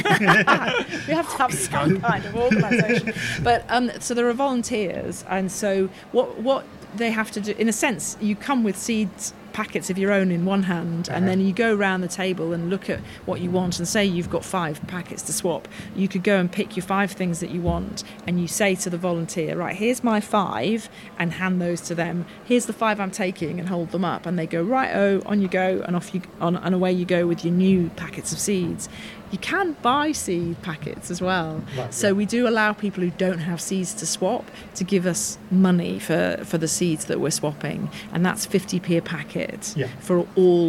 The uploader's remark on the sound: We take a trip to Brighton's Seedy Sunday event. We talk to one of the organisers about what Seedy Sunday is and we take a walk around to see what we can find.